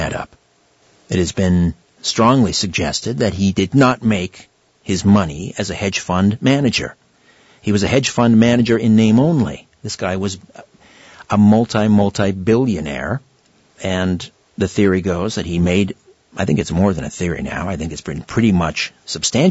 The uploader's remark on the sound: It's an hour of open phones. Callers from across North America!